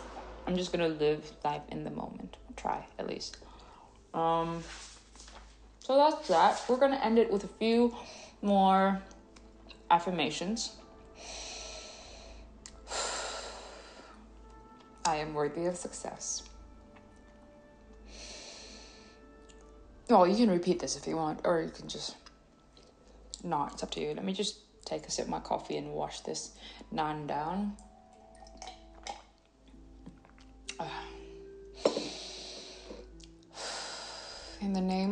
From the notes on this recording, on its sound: Background noise of portable heater, chewing food, and sipping coffee.